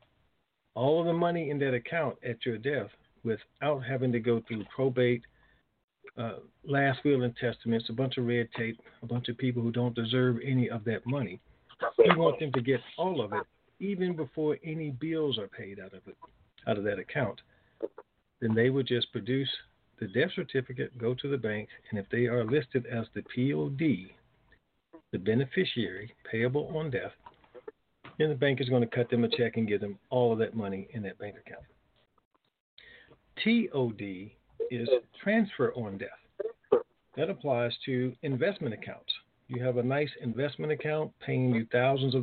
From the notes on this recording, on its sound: Conference Call - Friday, February 26, 2021